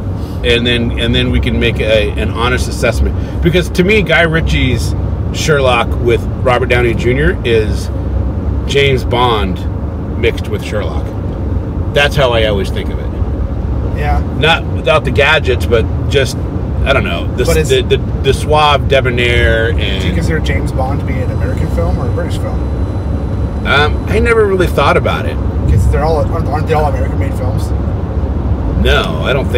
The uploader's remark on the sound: In The Car with Spoiler Country.